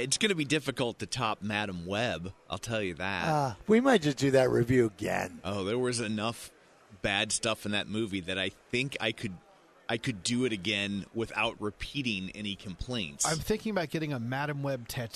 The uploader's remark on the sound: Live from Woodworking Show.